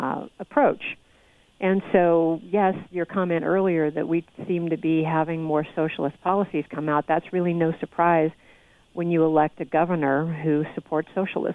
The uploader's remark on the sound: by phone